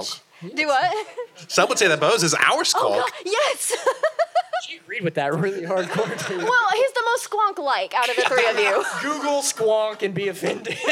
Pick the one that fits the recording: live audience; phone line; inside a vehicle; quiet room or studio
live audience